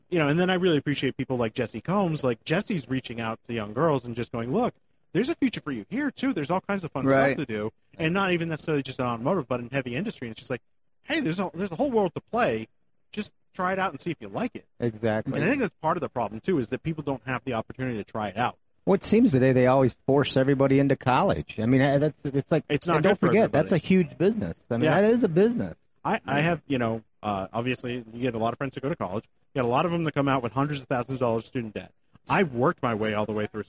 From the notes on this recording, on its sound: Live again from the SEMA 2018 show floor on the Magnaflow stage